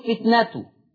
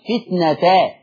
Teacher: حفص بيقول فتنته بضم التاء. ورش يقول فتنتا بفتح التاء